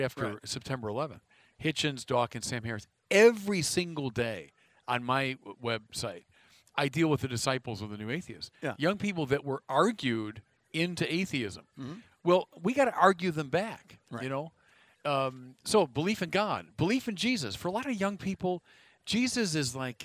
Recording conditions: busy venue